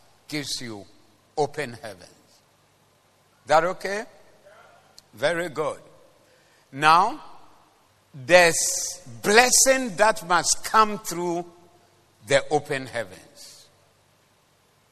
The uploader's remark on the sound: Preached at the Zeloo Service